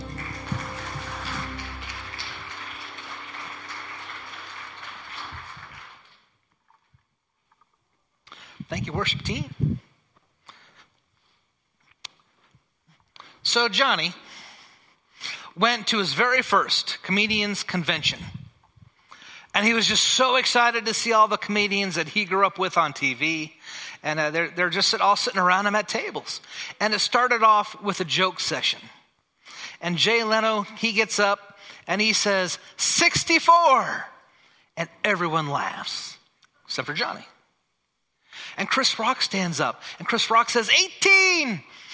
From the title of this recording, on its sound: Christmas Eve Candlelight (Contemporary service) - Audio